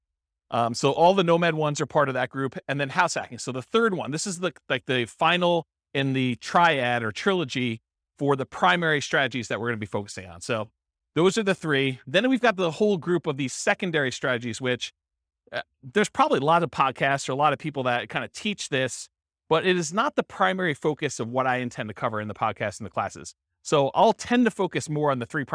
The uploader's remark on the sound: This was a live class recorded.